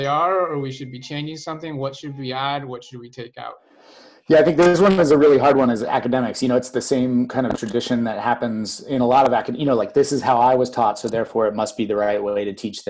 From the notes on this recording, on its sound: Our Data Science Zoominars feature interactive conversation with data science experts and a Q+A session.